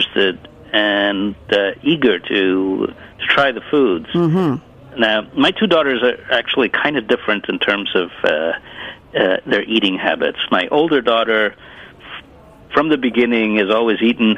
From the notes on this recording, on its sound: is on the phone